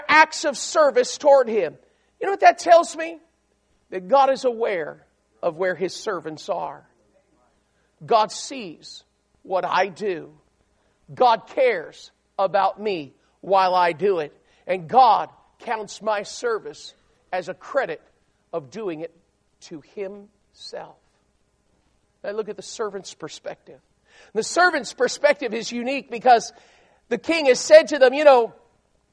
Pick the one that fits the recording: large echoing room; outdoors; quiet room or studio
large echoing room